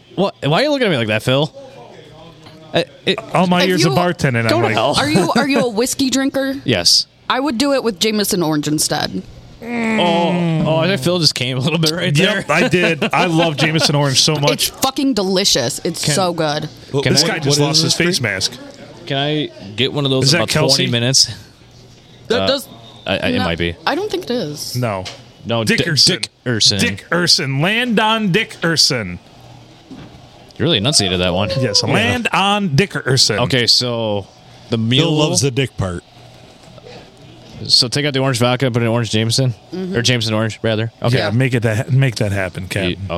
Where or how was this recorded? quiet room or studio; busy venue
busy venue